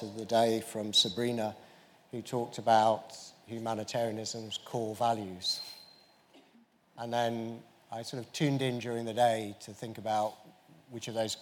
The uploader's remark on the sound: This episode is a recording of the closing panel of the Humanitarian Xchange (Hx) conference which took place in London on 20 February 2024.